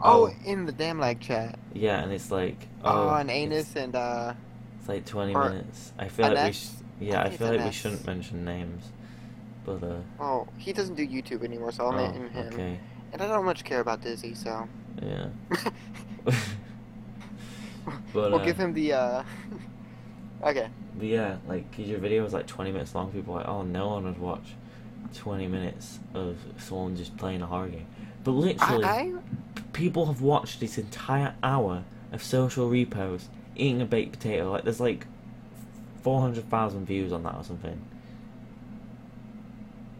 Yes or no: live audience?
no